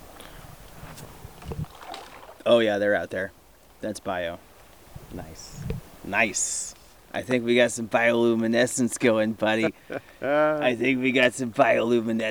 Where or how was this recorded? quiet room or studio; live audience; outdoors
outdoors